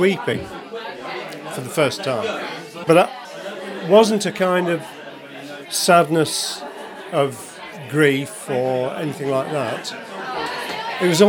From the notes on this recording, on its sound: With some tidbits from our live How to be Sad event.